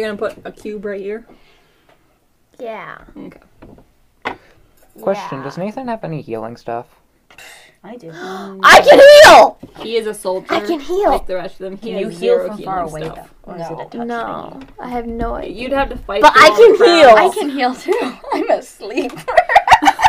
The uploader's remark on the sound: Keep your headphones off, or very quiet, for this episode. Still struggling with recorders.